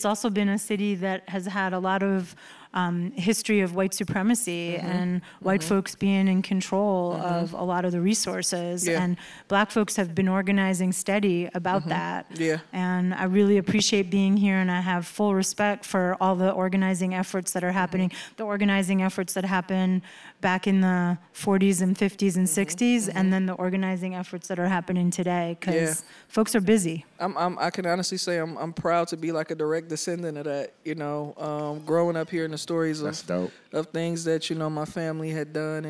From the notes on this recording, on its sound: go on location to Wayne State University for the Queering Racial Justice Conference